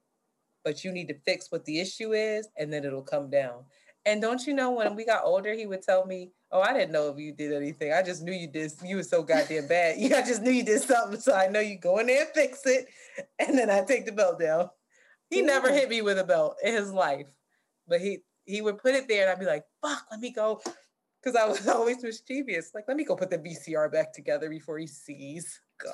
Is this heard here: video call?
yes